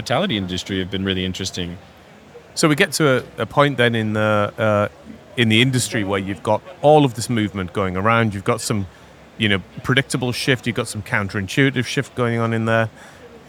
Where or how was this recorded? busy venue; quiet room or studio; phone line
busy venue